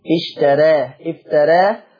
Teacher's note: حكم الألف المادية التقليل قولا واحدة، وحكم حرف الراء الترقيق